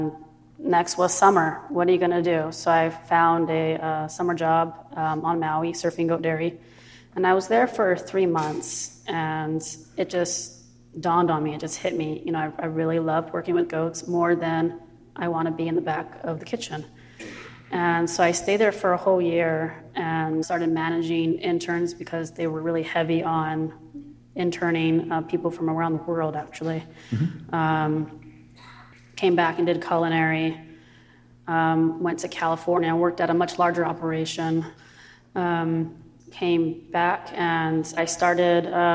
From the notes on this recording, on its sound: We took the show on the road for a live event at the Hawaii Theatre Center in Honolulu.